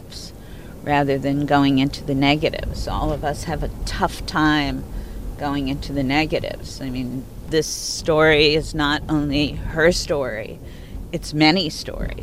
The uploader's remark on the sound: During the AFI DOCS festival.